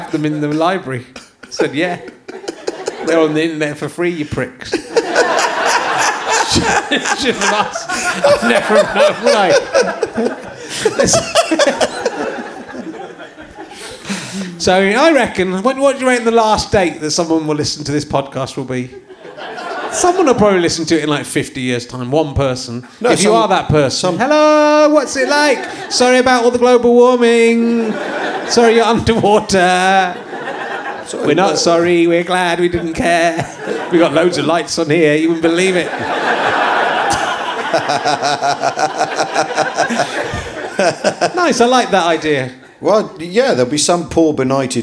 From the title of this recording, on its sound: Leicester Square Theatre Podcast